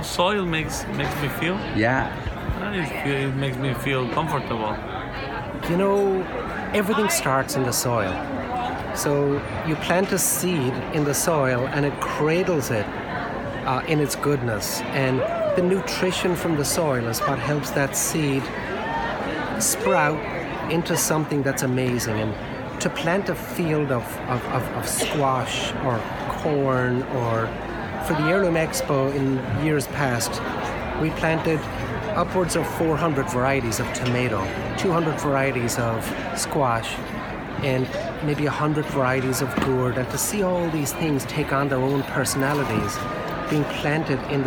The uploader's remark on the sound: at the Heirloom Expo 2020